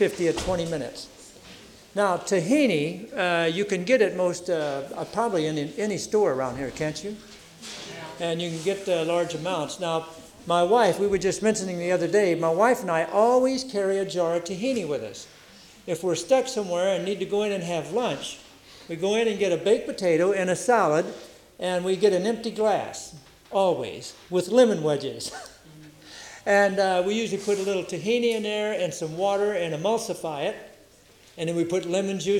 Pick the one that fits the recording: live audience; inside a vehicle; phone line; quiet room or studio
live audience